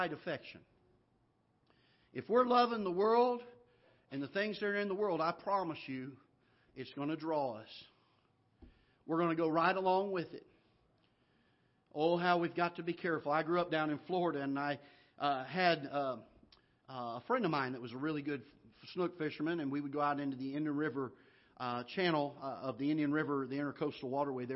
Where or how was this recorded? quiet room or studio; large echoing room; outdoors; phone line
large echoing room